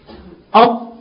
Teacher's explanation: احبس النفس ما يطلعش نفس بعدها · Term: الجهر